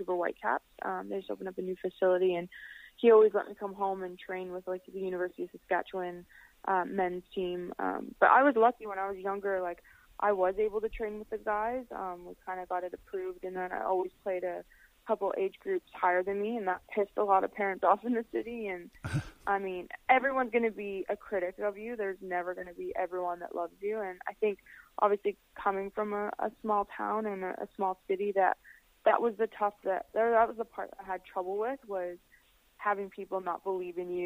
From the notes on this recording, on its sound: joins me by phone